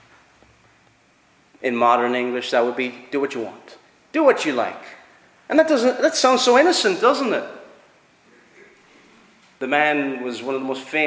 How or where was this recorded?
large echoing room